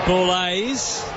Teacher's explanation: You have to hold on the second syllable, don't you? · Term: elongated the name